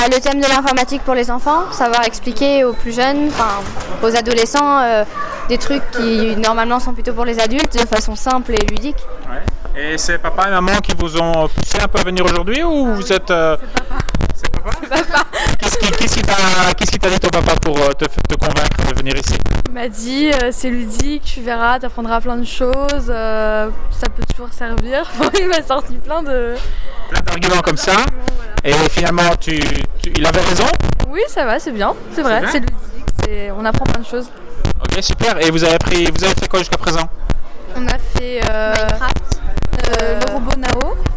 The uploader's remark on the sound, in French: En direct de Devoxx4Kids